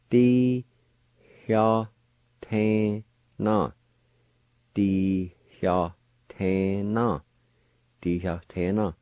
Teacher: An H sound right before the Y.